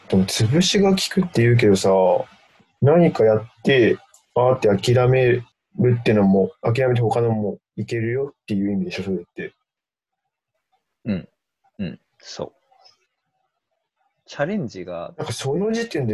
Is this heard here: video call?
yes